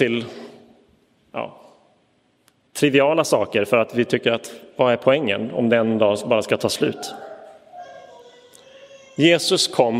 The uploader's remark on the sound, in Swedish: Inspelad i Roseniuskyrkan den 6 november 2022.